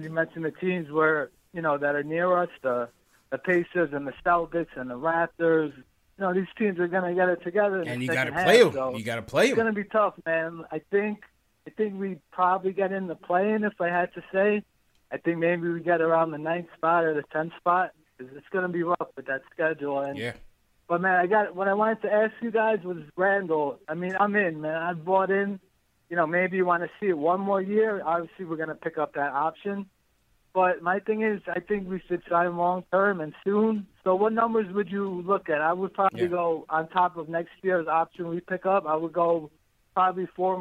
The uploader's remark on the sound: take live phone calls from fans around the world